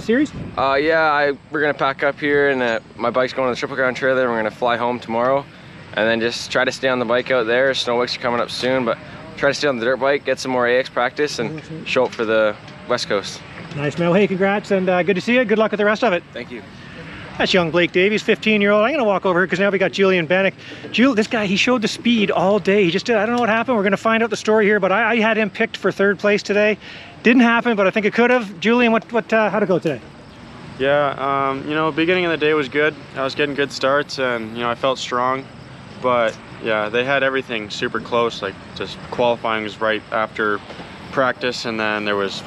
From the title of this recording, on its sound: Walk And Talk - 2023 Gopher Dunes Supercross Post-Race